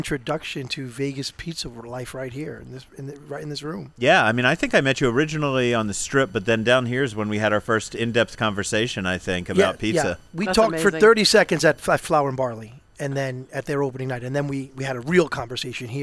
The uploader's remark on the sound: We're back at Dom DeMarco's Pizzeria & Wine Bar on West Charleston